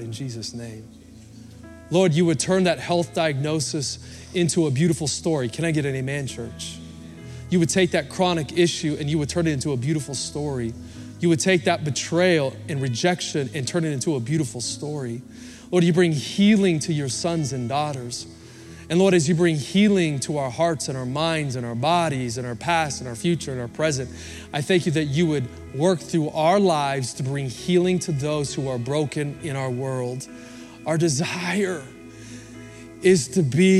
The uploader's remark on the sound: Recorded Live at Capital Church in Meridian, Idaho